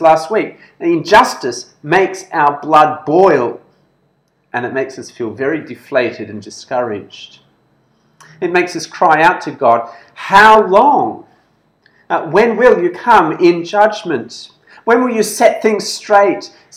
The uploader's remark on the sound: This sermon was preached at BEM Kuching Evangelical Church on 17th October 2021.